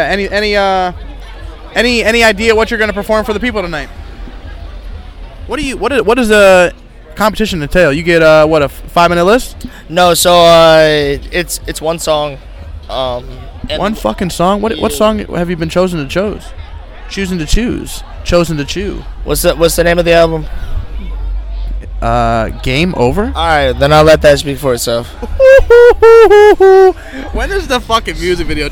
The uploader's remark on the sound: at the Hamilton St Pub